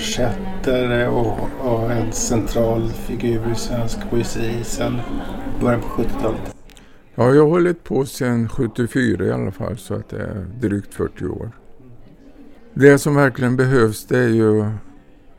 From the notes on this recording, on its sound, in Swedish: Poden är inspelad under Poesimässan som varje år ordnas av Poesibazaren i Stockholms Stadsbibliotek.